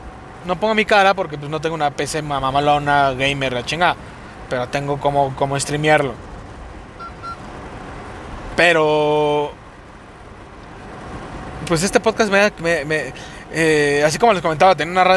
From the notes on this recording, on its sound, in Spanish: El audio no sera aveces bueno por que viajo y lo voy grabando mientras manejo.